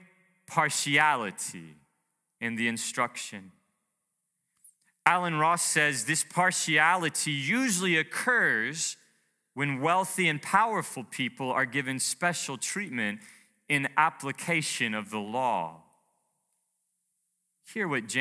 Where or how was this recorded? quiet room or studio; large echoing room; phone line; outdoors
large echoing room